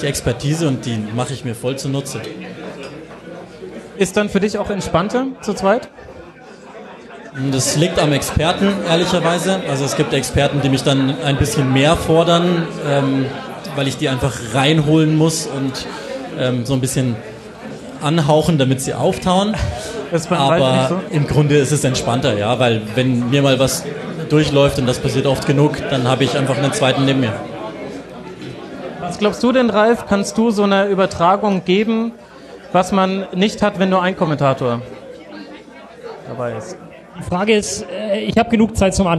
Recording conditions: live audience